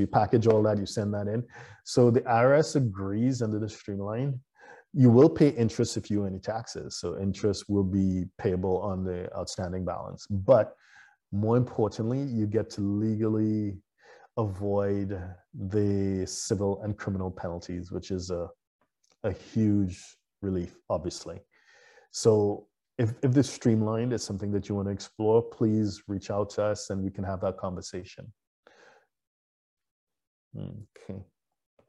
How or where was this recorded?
video call